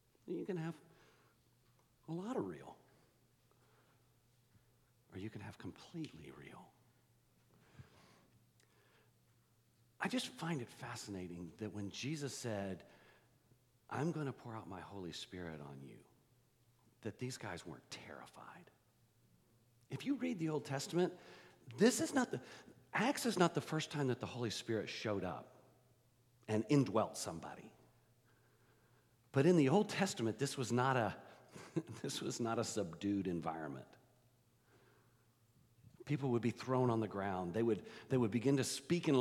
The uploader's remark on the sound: The gathering and podcast are unique for this post, in that it is a full service recording with music and teaching.